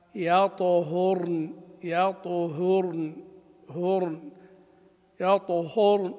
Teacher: إذا جاورت حرفا مفخما يحترز من تفخيمها، لأن الهاء حرف مستفل ترقق أبدا